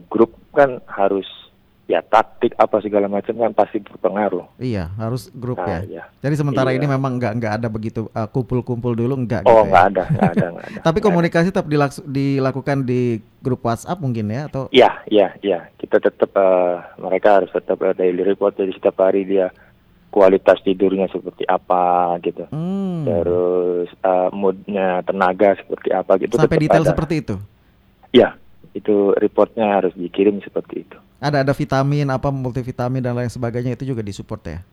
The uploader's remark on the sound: (by Phone)